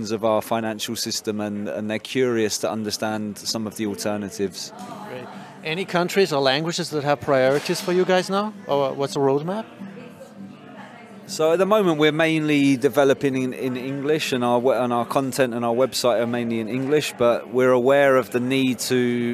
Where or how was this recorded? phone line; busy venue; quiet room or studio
busy venue